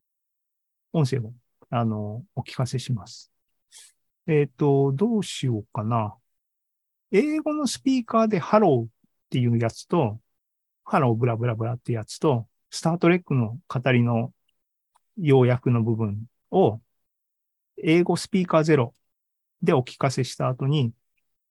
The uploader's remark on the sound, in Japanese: ２０２３年４月２６日に開催した ZOOMライブの模様です。